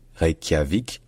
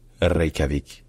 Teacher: C'est-à-dire qu'en fait le KJ au milieu, c'était vraiment pour dire un KE, c'est pour montrer qu'il y a une palatalisation du KE. Donc à la place de faire un KE au fond de la bouche, faites un KE au niveau du palais. · Shown in: second take